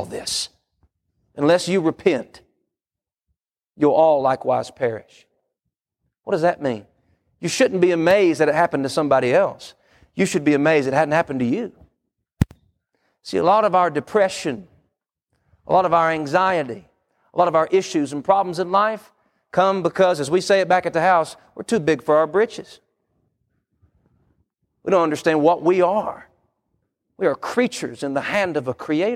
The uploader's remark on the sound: Wednesday PM Service